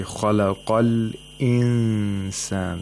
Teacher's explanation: the second Hamza is Hamza tul Qatar, which means even if it's in the middle of the utterance, it is pronounced. We have the glottal stop.